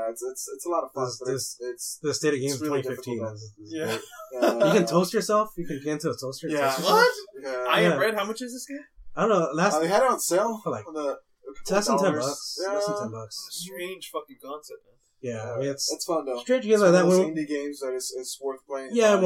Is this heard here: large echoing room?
no